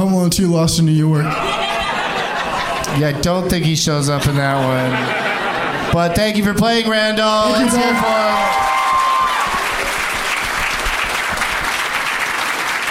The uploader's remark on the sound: Live from Hyena's Comedy Club in Dallas